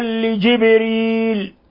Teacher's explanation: نلاحظ كيف الباء سكنت فتقلقل